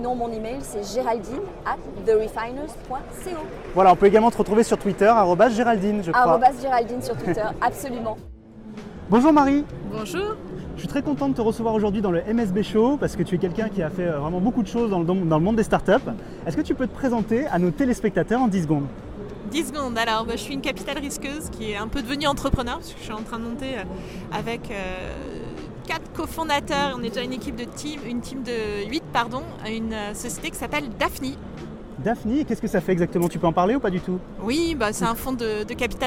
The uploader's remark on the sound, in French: Le MSB show était en direct sur le plateau TV de BPI France pendant éventement BIG fin Mai 2016.